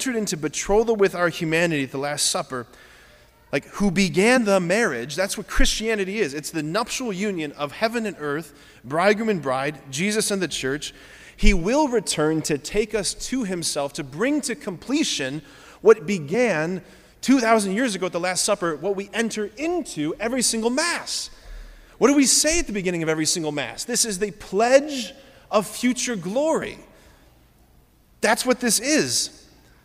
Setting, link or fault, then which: setting, large echoing room